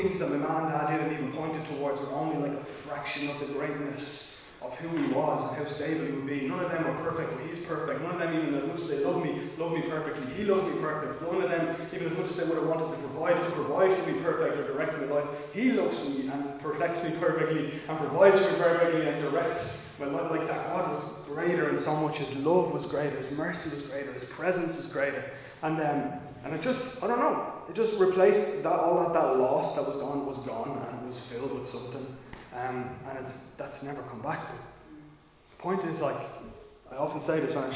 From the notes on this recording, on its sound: Recorded live in Liberty Church on 20 March 2022